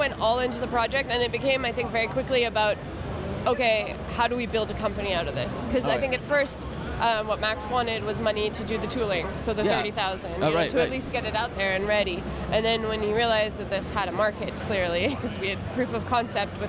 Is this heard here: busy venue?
yes